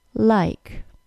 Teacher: At the beginning of words, the L sound is created when just the very tip of the tongue presses into the tooth ridge and air is released out the mouth alongside the tip of the tongue. Say the L sound after me.